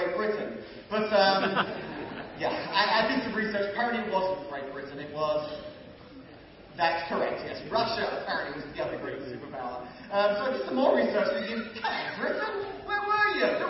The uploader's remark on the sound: Apologies for the low quality of sound on this particular podcast.